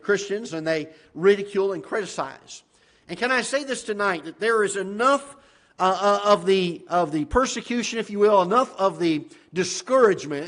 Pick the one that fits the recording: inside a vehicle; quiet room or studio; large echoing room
large echoing room